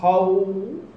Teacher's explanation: أما الواو فيكون إلى الخارج، أتقول مثلا خو، صحيح من الشفتين لكن من الخارج